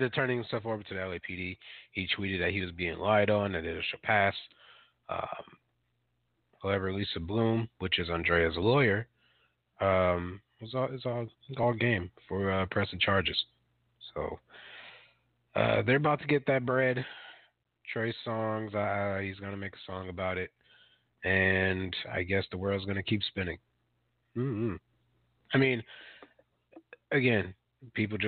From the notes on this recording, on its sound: Coming at you live from Saint Paul, Minnesota. Calls in at the 11:15 mark for a live phone in interview.